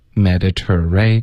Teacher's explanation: 所以这个 ter 会有一个 r 的音在结尾， ray 也会有一个 r 的音在开头